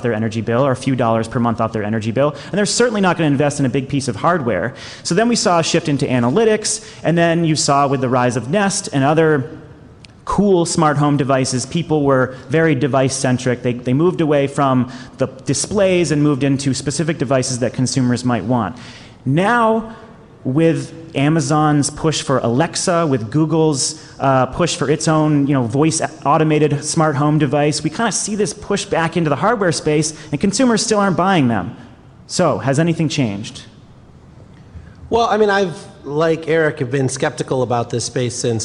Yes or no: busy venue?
yes